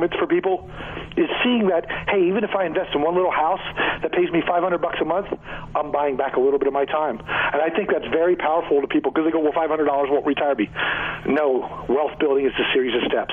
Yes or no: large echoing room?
no